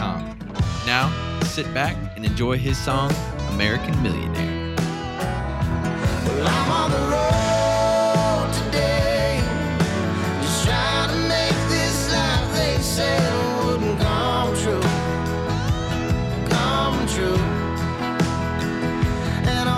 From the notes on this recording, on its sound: We hit the water and sat riverside.